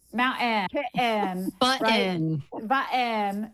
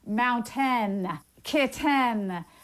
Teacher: in Utah, the other thing that's often remarked on is the glottalization of T · Shown in: first take